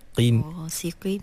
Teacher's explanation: tapi tak bermakna qaf tu menjadi nipis sampai bertukar menjadi kaf.